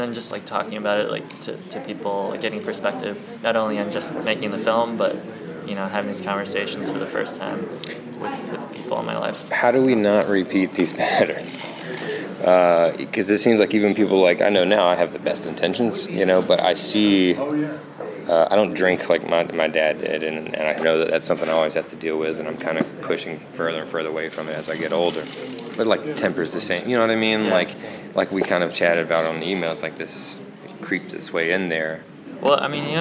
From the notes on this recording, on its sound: a conversational interview, recorded last year at the Full Frame Film Festival